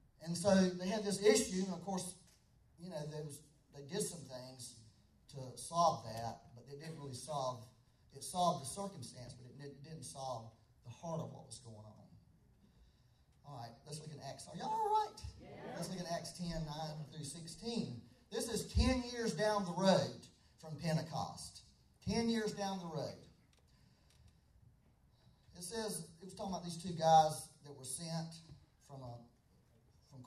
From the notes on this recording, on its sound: We had technical difficulties on this Sunday so the audio quality is not the best.